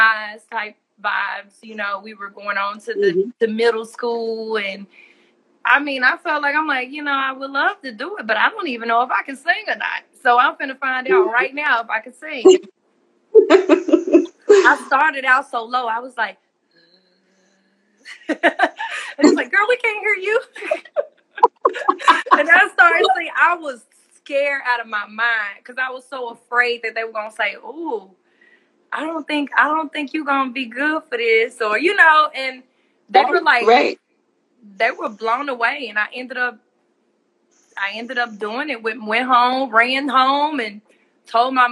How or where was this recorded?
video call